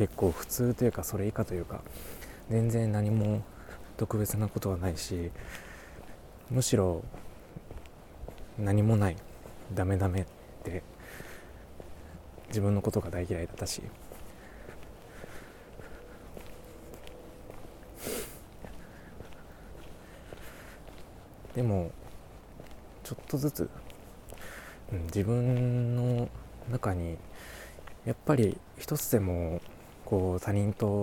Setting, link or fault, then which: setting, outdoors